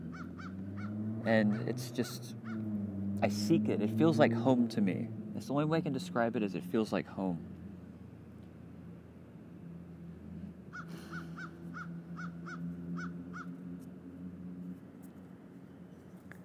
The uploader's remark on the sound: Outside at Westside Park, Gainesville, FL